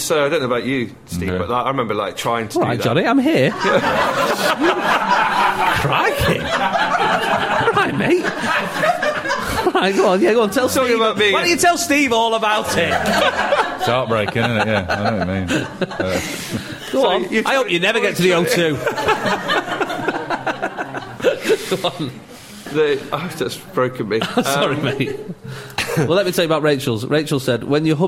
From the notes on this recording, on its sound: Live in the staff canteen. Move the show out of the studio and into our staff canteen with a live audience.